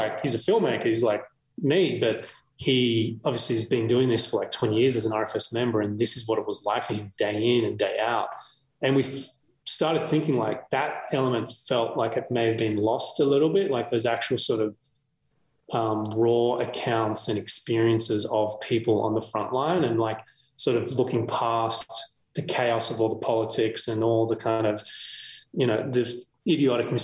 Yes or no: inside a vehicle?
no